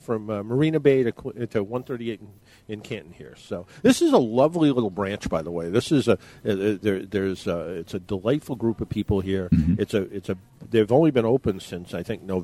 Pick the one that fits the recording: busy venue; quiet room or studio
busy venue